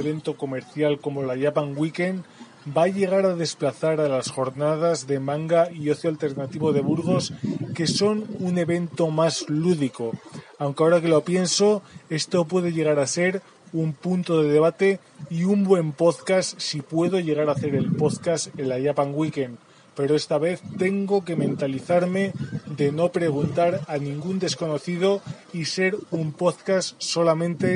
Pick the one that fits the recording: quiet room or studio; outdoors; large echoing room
outdoors